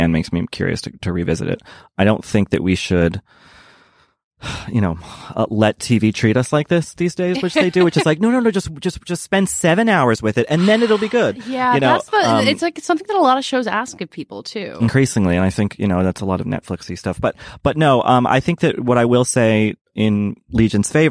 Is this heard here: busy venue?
no